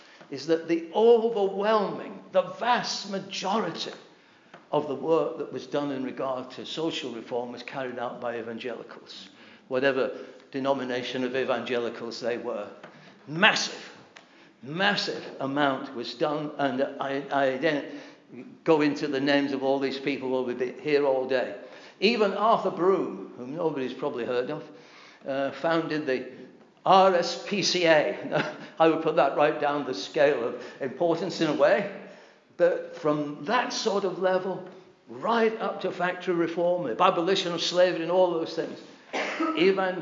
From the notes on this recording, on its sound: This address was delivered at the Britain's Only Hope - the Gospel Conference in 2018.